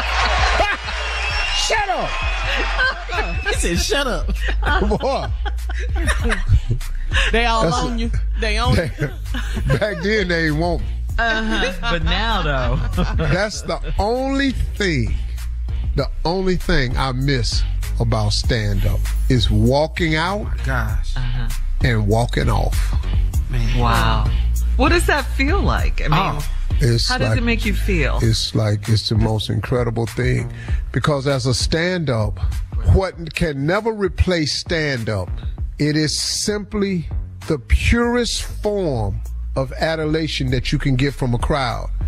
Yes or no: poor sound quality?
no